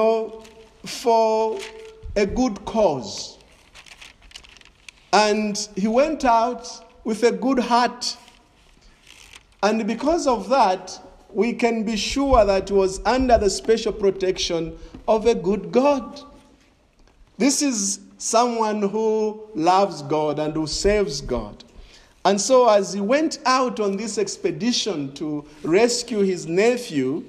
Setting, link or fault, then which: setting, large echoing room